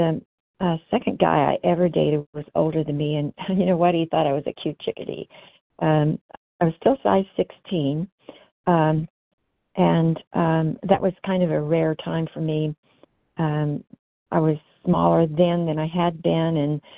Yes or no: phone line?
yes